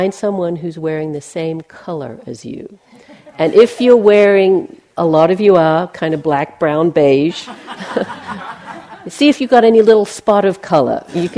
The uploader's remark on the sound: Q&A at end of talk